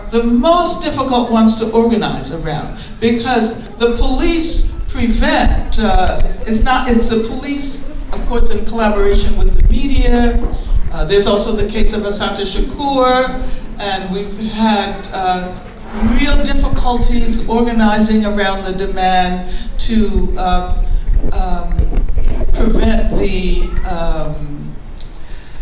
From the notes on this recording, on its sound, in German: Aufgenommen auf einer Veranstaltung in der Berliner "Werkstatt der Kulturen".